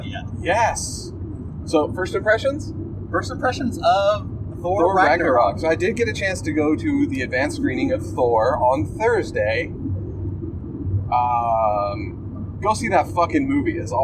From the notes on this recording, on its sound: Podcasting in a Car (Tucson Comic Con Recap). This week the guys go on a road adventure to Tucson Comic Con 2017. No mixers or high end processing in this episode, the guys podcast from the car. Their road trip down to Tuscon, Arizona!